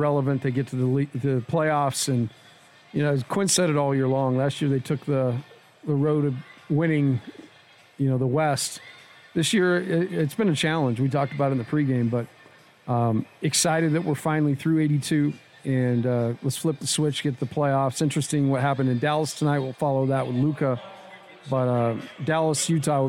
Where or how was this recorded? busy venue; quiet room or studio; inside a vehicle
busy venue